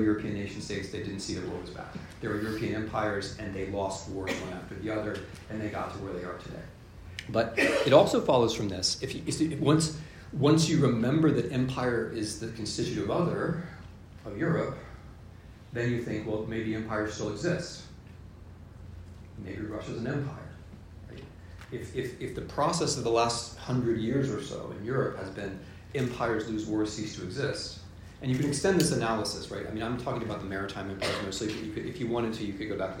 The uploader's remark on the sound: This is a lecture I delivered yesterday (6 April 2023) at Princeton University, in a series devoted to the European Union, and in the presence of colleagues who study Europe as social scientists and historians (and I was impressed by how many turned up!).